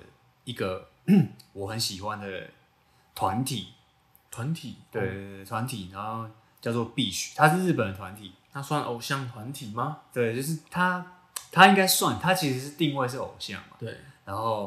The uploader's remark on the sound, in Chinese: 這兩次錄音不知道為什麼回音很重，已經盡1000%力量調整了，下次會再改進。